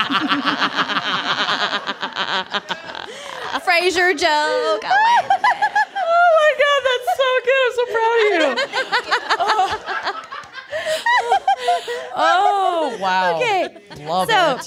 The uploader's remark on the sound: Boston LIVE. At a live show in Boston.